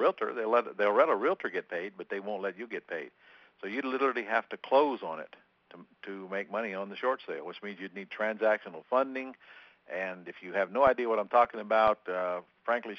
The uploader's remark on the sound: Q&A Call